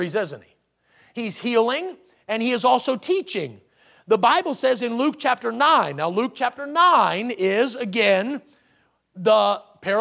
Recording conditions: large echoing room